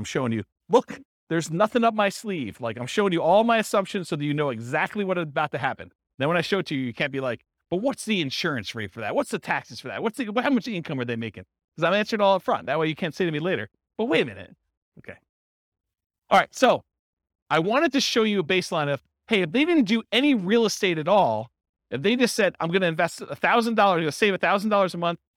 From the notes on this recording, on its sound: This was a live class recorded